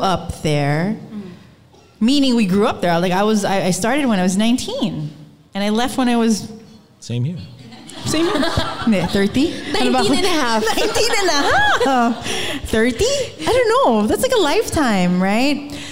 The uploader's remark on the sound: We were thrilled to host new and familiar faces to our first ever live show.